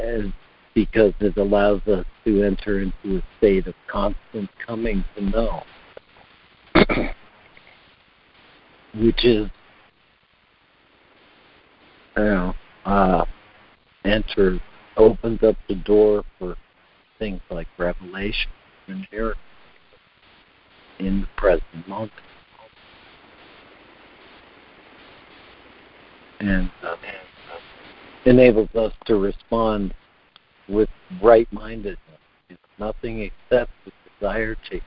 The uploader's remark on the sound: ACIM Daily Conference Call